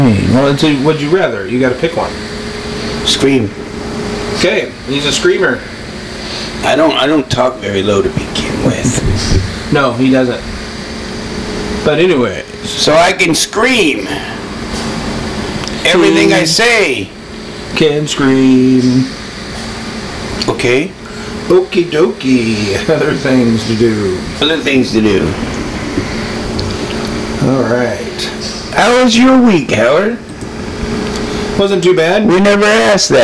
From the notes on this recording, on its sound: this is a older recording so the sounds not perfect